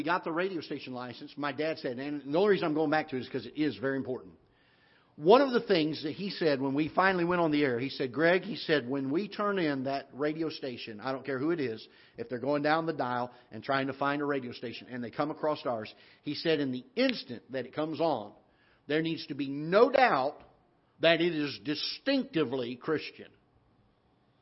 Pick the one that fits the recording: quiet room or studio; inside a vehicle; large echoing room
large echoing room